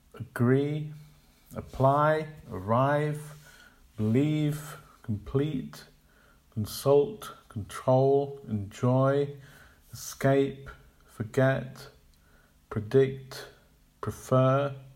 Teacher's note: We also hear the schwa sound in the first syllable of two-syllable verbs, which are stressed on the second syllable.